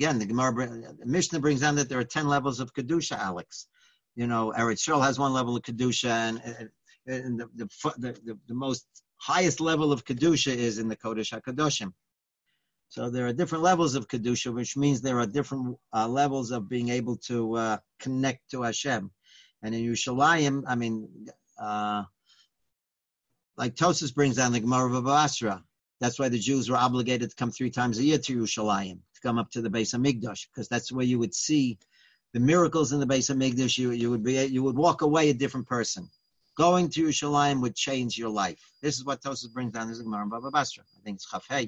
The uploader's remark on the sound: Live On Zoom